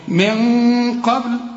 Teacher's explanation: الغنة بعد قاف مفخمة، فعلشان القاف الغنة هنا تبقى مفخمة